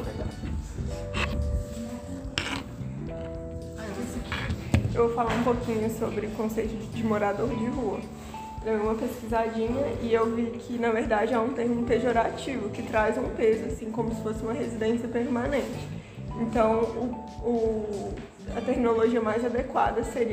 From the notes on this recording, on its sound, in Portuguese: Foi gravado na sala de aula, no desenvolvimento de um tópico didático-pedagógico do módulo de Diversidade Étnica e Cultural na Medicina. Um dos grupos da turma 113 medicina/UFPB problematizou o tema proposto.